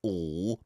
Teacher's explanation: The lil, a little bit close to the English L, which is a more dark L. You sound it in the back of your throat like all, but it's not like that.